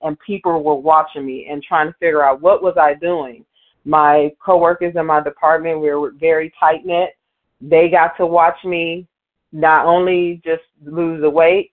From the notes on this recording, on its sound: Qualification from the 100 Pounders Phone Meeting.